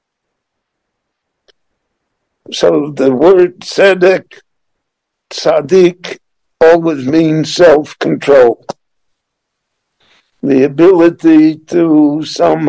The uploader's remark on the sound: The following lecture was gicne LivE at Beit Knesset HaNassi in Jerusalem between Mincha and Maariv prayers.